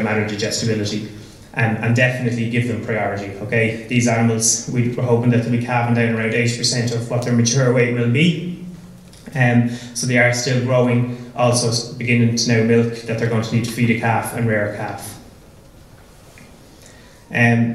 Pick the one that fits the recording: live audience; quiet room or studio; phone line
live audience